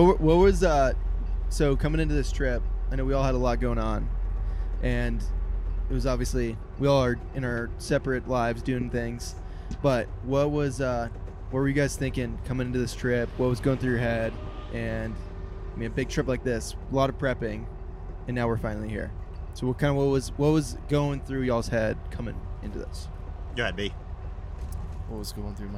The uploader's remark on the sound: PODCAST IN THE BUS